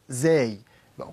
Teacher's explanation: فصفرت وأتيت بالصفير في الزاي، ثم مددت ثم سكنت على الياء